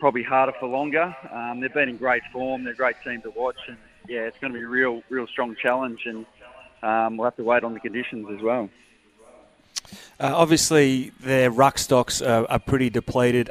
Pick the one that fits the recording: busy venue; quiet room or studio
busy venue